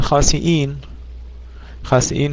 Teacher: خاسئين هذه همزة مكسورة وبعدها ياء لا يحذفها